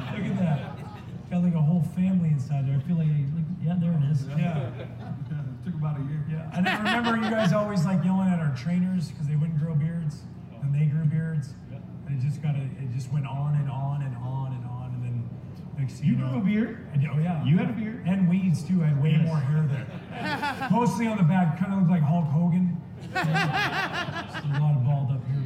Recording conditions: busy venue